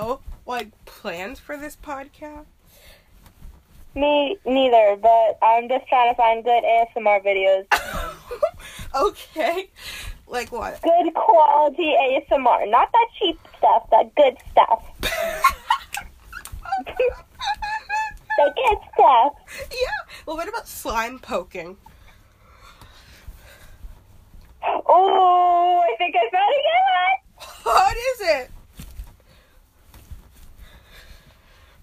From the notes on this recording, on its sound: Talking to my friends on the phone. Today I talked on the phone with my friend.